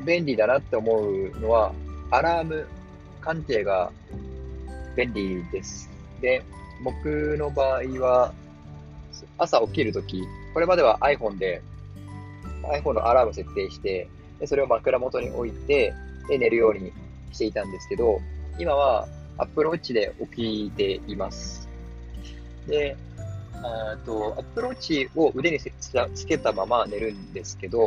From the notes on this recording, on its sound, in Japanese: 今回、外でAir podsを使って録音した為、外部音楽入っています。その分普段より声を張って喋りました。